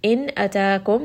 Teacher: this is going to be idhar because the letter after is a letter of the throat, hamza, so I am going to say that noon sound clearly and give it tawassut.